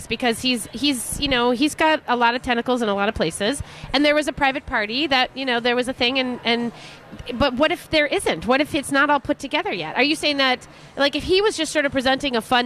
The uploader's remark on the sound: Live at Fit Fest!